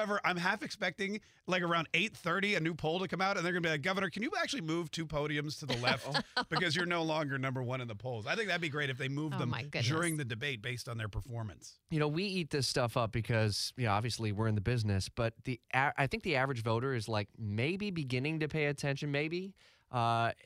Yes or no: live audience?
no